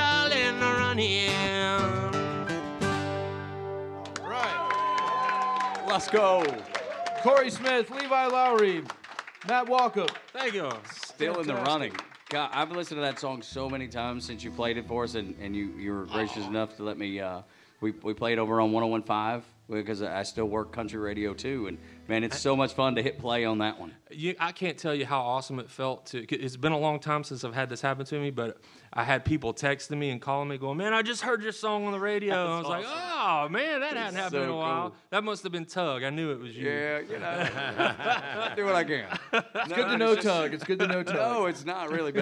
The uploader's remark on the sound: LIVE AT HOTEL INDIGO'S RIALTO ROOM - PRESENTED BY LIVE AT THE PRINT SHOP! OPENING DAY ATLANTA BRAVES CELEBRATION!